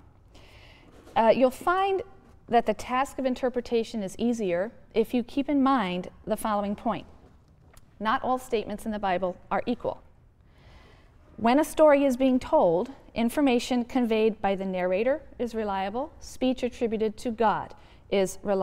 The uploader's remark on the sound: The audio to this episode comes from Lecture #21 in the 2006 YouTube Lecture series